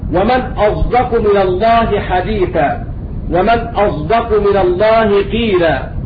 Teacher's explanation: الصاد الساكنة التي بعدها دال يقرأها بالإشمام